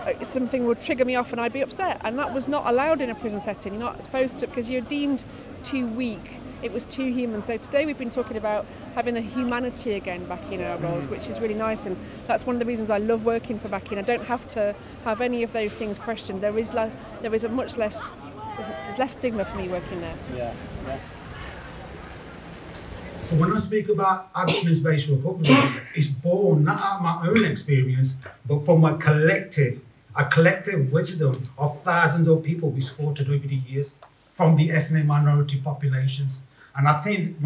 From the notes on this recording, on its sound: Recorded at the Project 6 Ideas Conference 2023. Listen to a snapshot of the day including conversations, views and ideas shared across the conference.